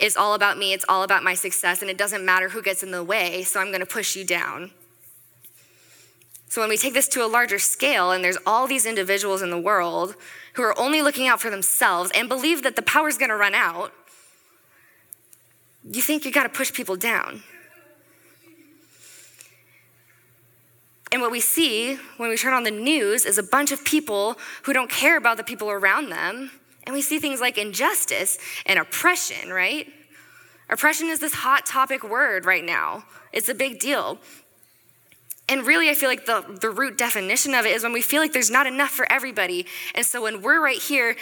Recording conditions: live audience